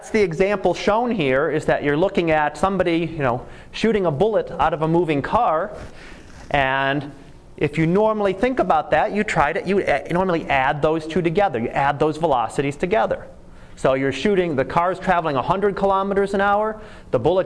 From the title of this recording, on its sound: Live Class Lecture